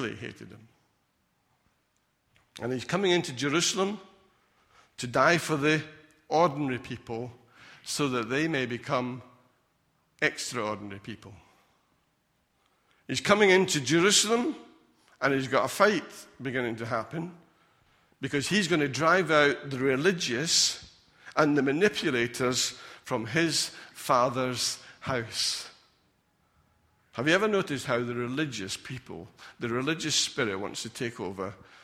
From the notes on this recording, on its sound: Recorded at freedomcentre church, Preston on Sunday 14th April 2019